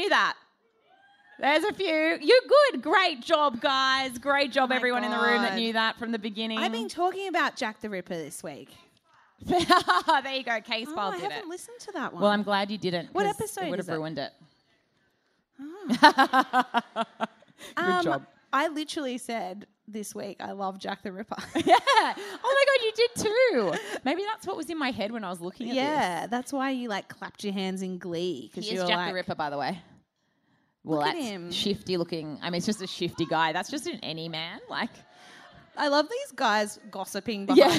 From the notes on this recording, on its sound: Melbourne Live Show. AAMH's live show recorded at Melbourne's Chapel Off Chapel theatre.